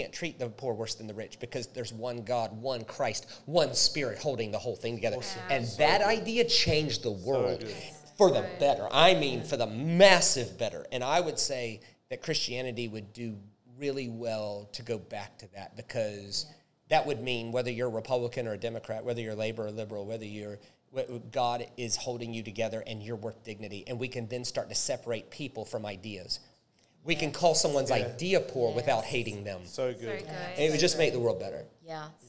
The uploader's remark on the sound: A very special LIVE recorded episode